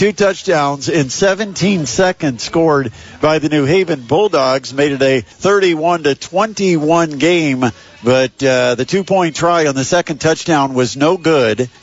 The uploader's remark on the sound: LIVE from the Kendallville Pizza Hut